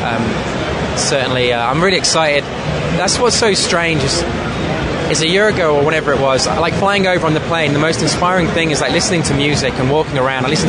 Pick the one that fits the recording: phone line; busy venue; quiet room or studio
busy venue